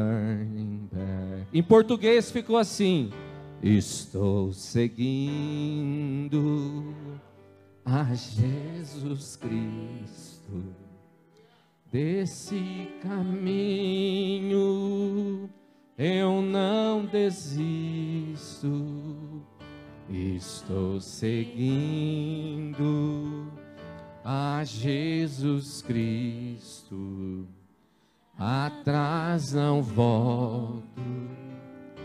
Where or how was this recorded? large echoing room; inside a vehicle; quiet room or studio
large echoing room